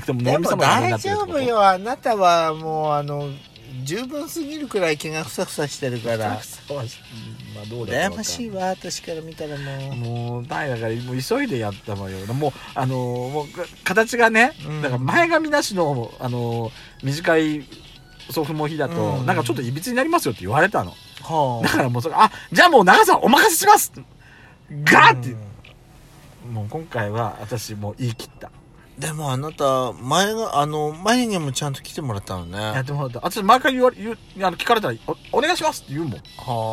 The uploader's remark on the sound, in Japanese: パーキング収録。